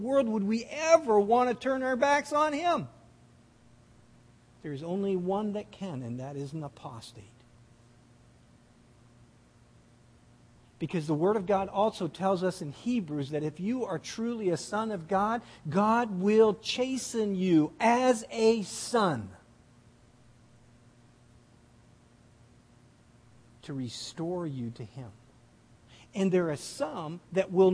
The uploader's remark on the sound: This audio sermon. At The People’s Church of Somerville, NB on the evening of December 14, 2015.